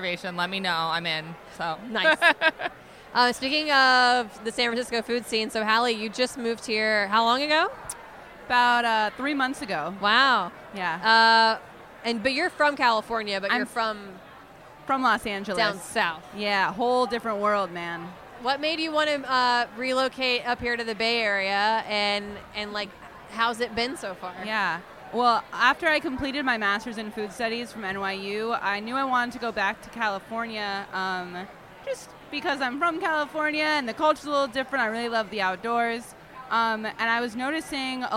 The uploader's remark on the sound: At the Good Food Mercantile 2020.